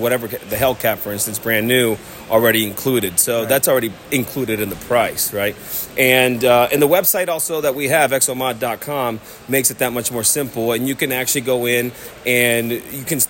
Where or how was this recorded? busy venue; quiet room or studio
busy venue